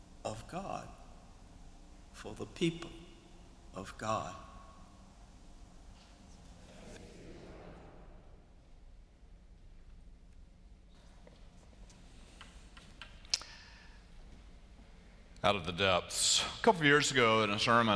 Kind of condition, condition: setting, large echoing room